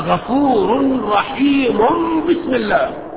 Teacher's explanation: لأن التنوين إذا جاء بعده باء يقلب التنوين ميما، فعمل الميم على رحيم قبل ما تيجي بسم الله الرحمن الرحيم، يبقى غفور رحيم بسم الله. · Term: إقلاب